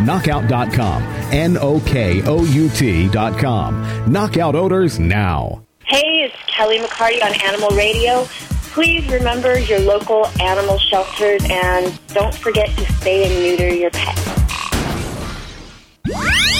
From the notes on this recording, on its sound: Your phone calls.